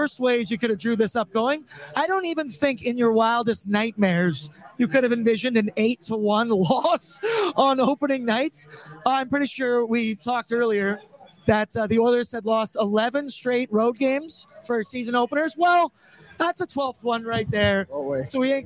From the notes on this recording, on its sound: LIVE FROM GRETA!